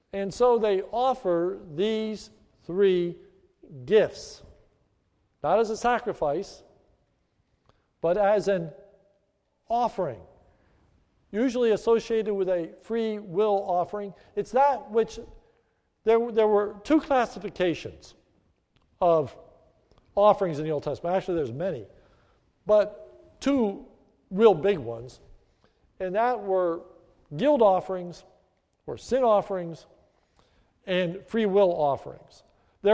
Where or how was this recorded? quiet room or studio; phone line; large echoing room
large echoing room